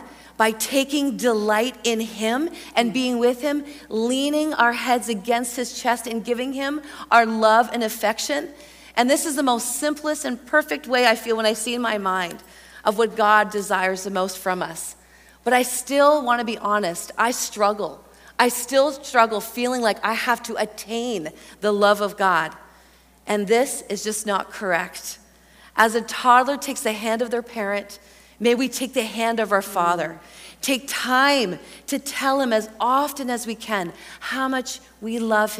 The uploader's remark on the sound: a Mini-Workshop from Heart Conference 2023